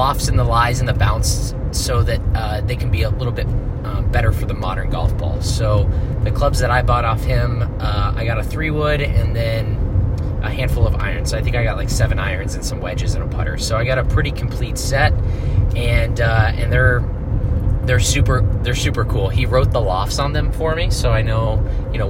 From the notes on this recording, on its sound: Come to you live from the car on the ride home from their first round of hickory golf.